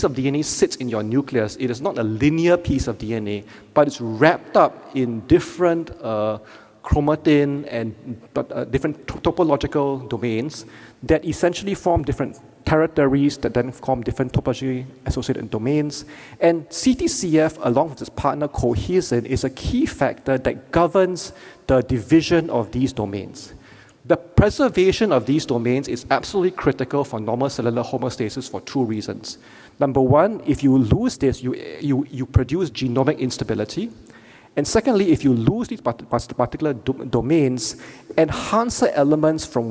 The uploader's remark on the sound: Keynote Lecture.